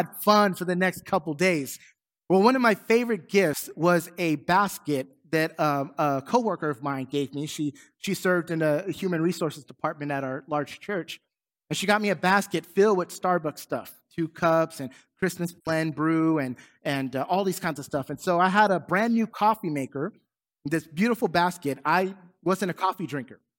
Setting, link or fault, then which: setting, large echoing room